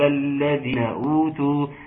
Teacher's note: احنا نحافظ عليها ونقول ولا يرتاب الذين اوتوا. اللام الشمسيه المتغمضه في كلمه الذين